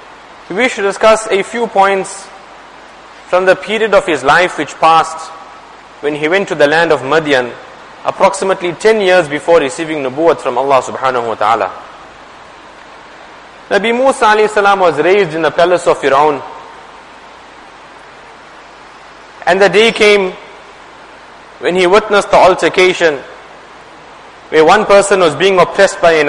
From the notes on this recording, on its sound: Jumuah lecture.